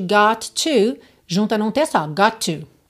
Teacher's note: percebe essa junção de got to, junta num T só